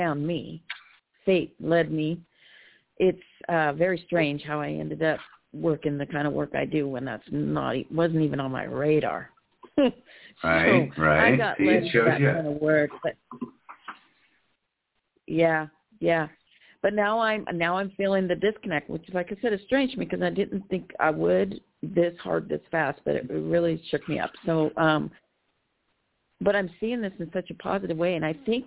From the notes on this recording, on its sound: Special Call In, Share, and Talk. You are welcome to call in say HI, share your inspirations, dreams, and challenges for the new year.